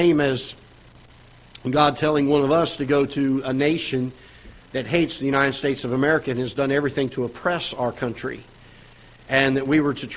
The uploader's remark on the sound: Ketha Heights Baptist Church ~ Live Broadcast